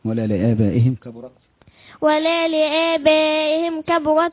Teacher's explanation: لآبائهم ألف مد واجب متصلة أربع وخمس حركات